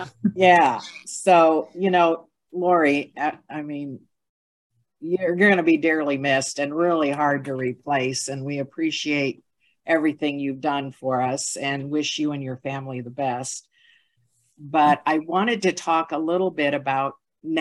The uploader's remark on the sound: was held on Zoom